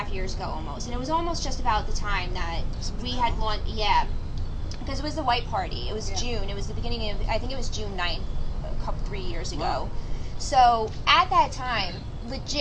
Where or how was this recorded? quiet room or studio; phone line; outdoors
outdoors